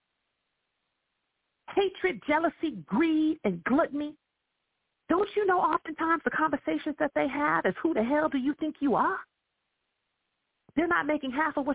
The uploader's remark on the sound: I welcome live callers to dial